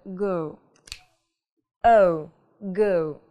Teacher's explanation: начинает произноситься с безударной и заканчиваем на у. То есть эу.